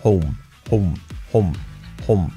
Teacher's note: Un poco de U al final.